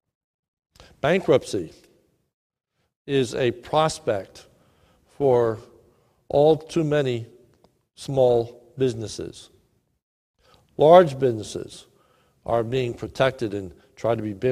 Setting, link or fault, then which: setting, large echoing room